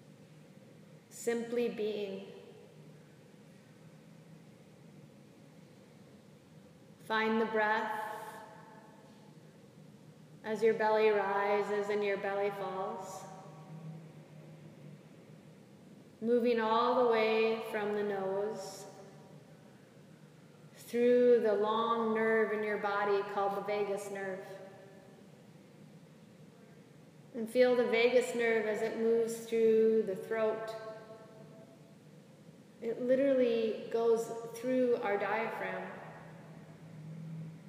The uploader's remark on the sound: This is a live excerpt of a recording from a yoga class